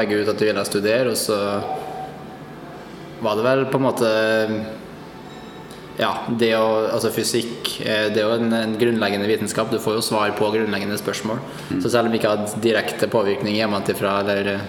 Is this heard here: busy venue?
yes